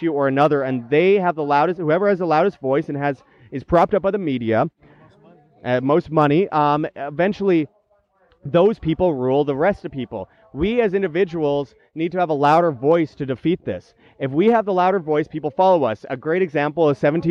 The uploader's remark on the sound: At Anarchapulco. At the Anarchapulco event.